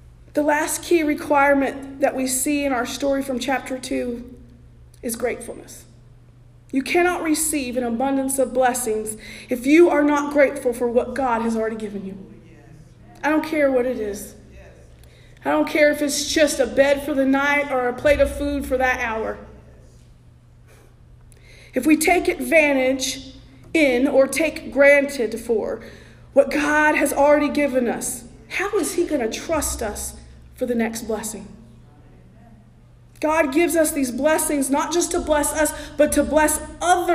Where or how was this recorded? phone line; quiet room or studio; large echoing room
large echoing room